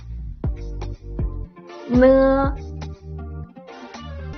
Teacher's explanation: es una consonante nasal y el sonido resuena en la nariz.